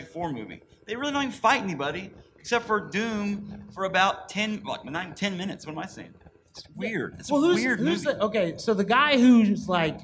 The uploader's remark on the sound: Live from Planet Comicon in Kansas City. On this episode we Host a Panel and talk Fantistic Four (2015). Come join us for a live episode with a non live intro (technical issues cut off the first 8 minutes).